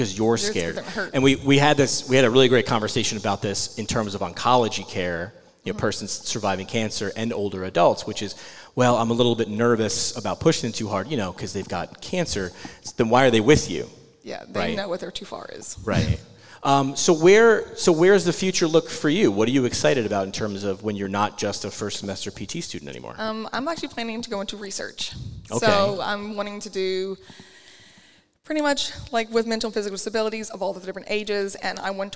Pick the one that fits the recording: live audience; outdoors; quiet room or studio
live audience